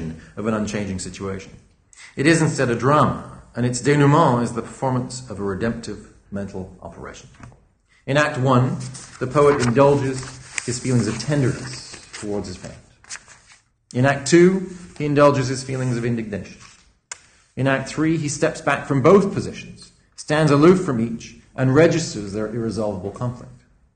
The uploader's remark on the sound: A public lecture. Organised by the Institute of Philosophy.